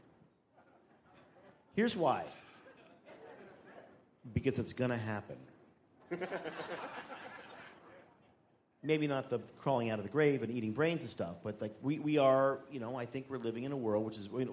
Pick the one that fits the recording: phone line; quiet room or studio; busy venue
busy venue